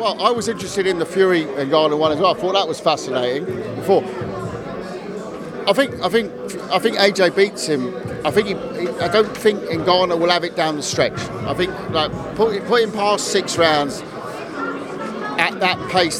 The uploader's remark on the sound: at the Misfits press conference in Leeds